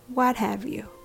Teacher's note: What have you has three syllables, and the rhythm goes ta da da.